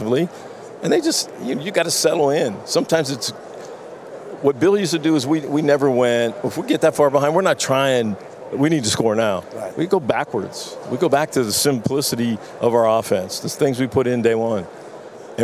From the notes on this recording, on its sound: LIVE FROM RADIO ROW